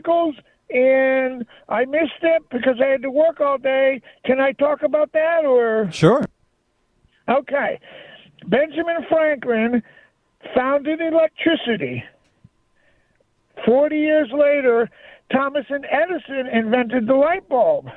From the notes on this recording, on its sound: Rants and phone calls this hour